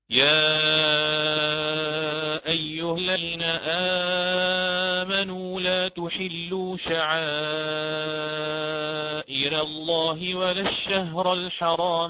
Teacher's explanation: قرأت هنا مد البدل على التوسط 4 حركات